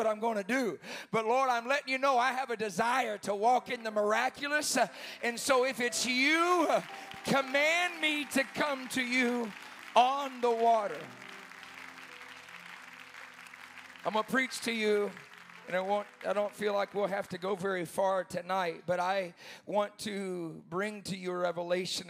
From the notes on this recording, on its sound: preaching the Saturday night of the Remnant Youth Conference